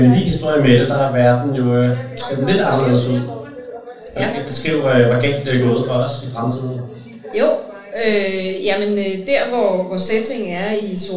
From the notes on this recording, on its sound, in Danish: Fordi det er optaget LIVE foran et publikum, er der også en smule støj i baggrunden.